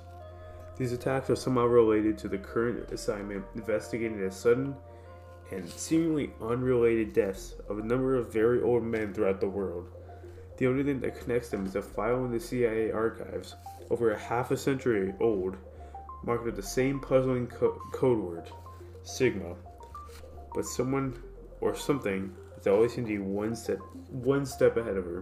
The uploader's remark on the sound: I'm using audicity to record my audio because when recording via the website the audio sounds terrible. If you hear some rough cuts or background static then it's me messing with audio design.